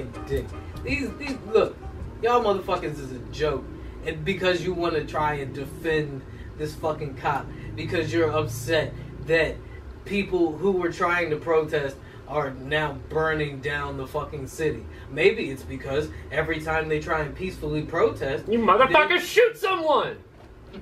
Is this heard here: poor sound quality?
yes